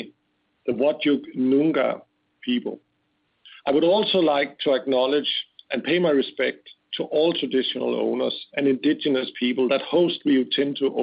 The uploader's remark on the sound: conference call